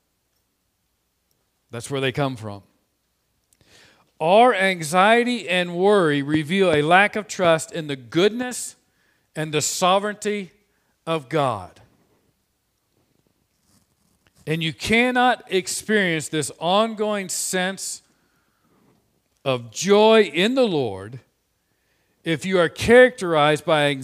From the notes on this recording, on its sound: This sermon was preached on 02/14/2021 from the pulpit of Grace Community Church in Berea, KY.